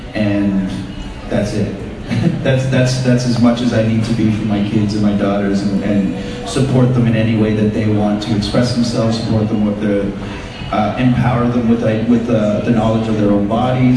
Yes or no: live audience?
yes